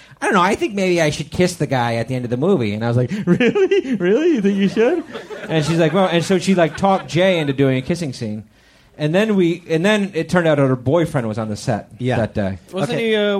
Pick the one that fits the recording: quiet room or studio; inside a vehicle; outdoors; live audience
live audience